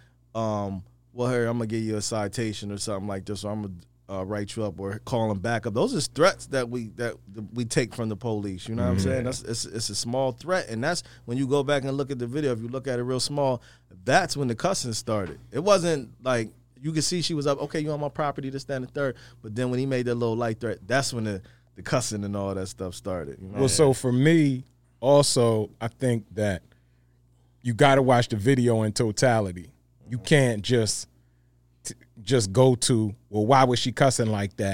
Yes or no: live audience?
no